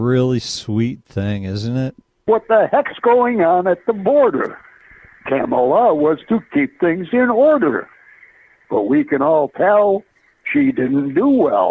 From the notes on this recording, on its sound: We play RANTS and take phone calls.